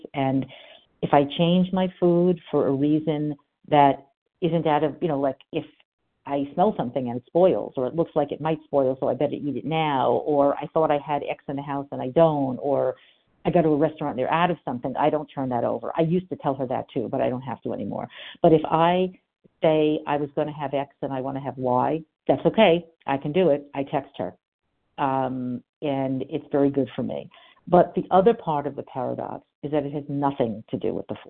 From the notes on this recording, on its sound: From the 100 Pounders Phone Meeting.